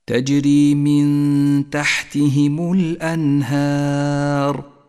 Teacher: الهمزة والنون حرفان مرققان وكذلك الهاء والألف والراء مفخمة ولذلك لونت بالأزرق الغامق فخمت لأنها مضمومة.